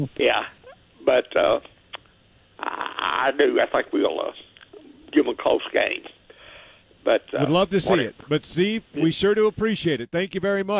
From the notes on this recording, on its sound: take your phone calls